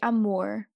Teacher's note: So the R kind of turns into the American R